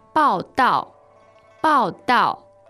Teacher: All right, two fourth tones, that means report.